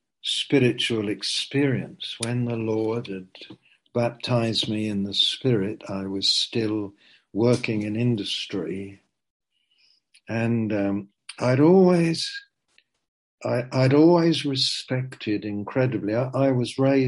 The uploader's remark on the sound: Zoom - Teign Valley Sessions